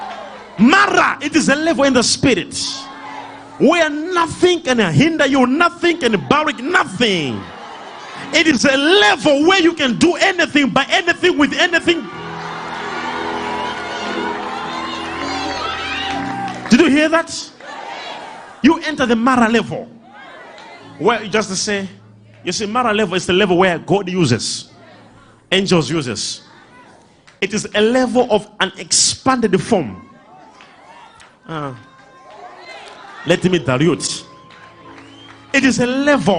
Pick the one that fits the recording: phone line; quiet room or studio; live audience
live audience